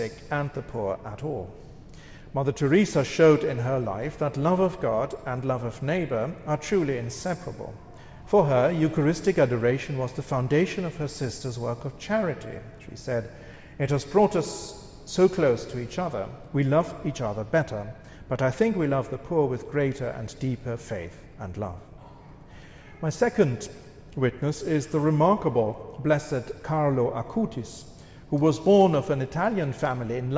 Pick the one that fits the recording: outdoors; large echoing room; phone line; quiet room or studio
large echoing room